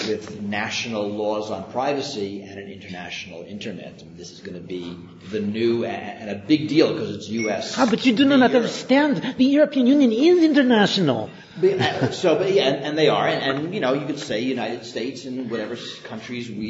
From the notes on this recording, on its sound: at a live recording of the podcast at IAPP’s Privacy